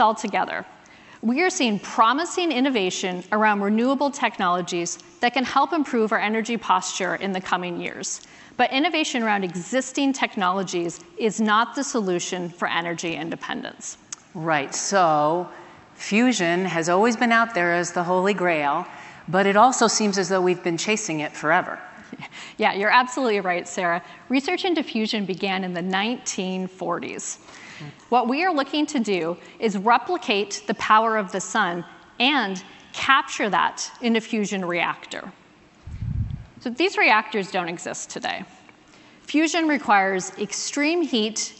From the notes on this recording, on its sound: recorded at an event held back in May